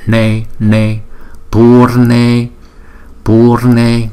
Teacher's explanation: Chữ Ne này chúng ta phải đọc cong lưỡi lại.